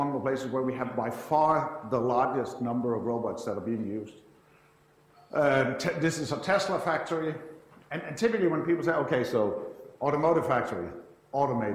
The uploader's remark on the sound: IFE Grand Challenge Lecture, recorded 14 July 2017 at QUT